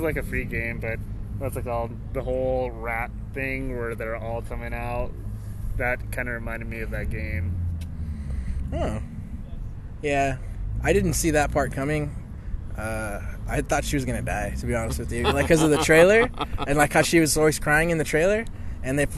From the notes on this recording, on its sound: We really fast recorded our thoughts in the parking lot of AMC after watching the Suicide Squad in Dolby Vision. This was done on the fly off a cell phone minus the intro that I put in front of it when I got home to upload it.